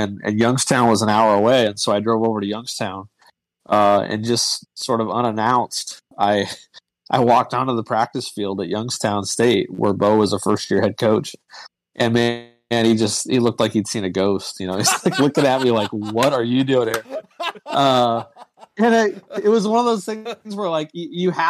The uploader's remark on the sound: This was recorded live on Discord on Wednesday night.